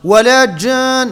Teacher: النون المشدة هذه بطبيعة الحال فيها غنة، عقب مد بست حركات لأن بعده حرف مشدد، فبالتالي يكون على هذه الشاكلة إن شاء الله.